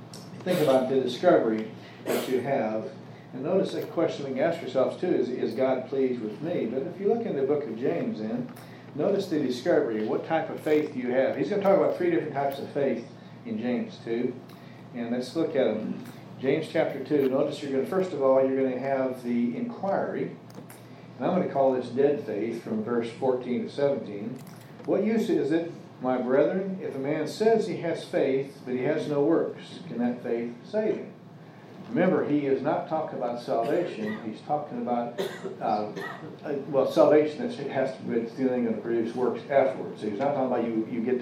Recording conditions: live audience